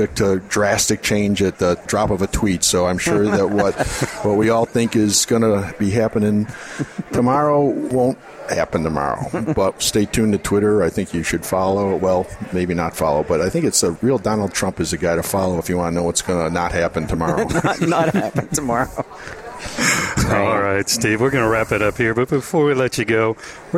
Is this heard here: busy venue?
yes